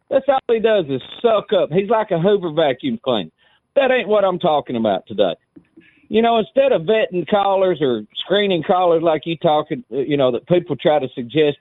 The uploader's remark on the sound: Final hour of an interesting show and we wrap things up with nothing but your phone calls.